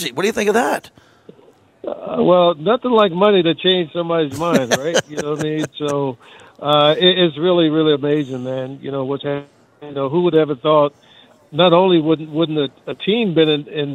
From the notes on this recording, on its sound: LIVE FROM RADIO ROW